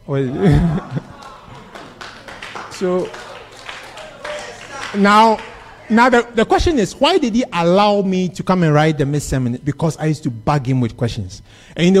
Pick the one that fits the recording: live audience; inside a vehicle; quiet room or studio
live audience